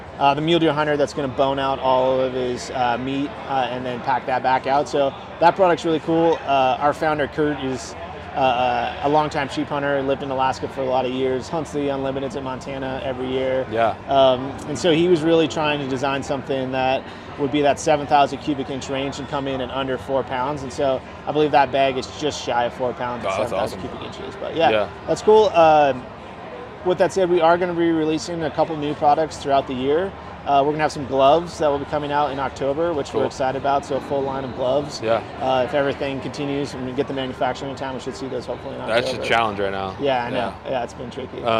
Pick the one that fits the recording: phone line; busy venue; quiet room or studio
busy venue